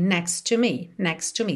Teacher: Você não fala dois T's aí.